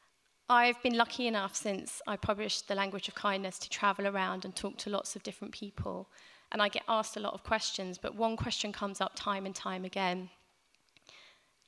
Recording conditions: live audience